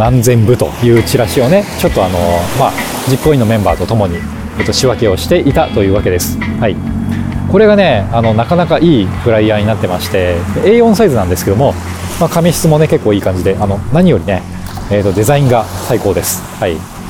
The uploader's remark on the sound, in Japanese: ロケ地：真夜中の逗子海岸。真夜中の 浜に響くは 波の音…。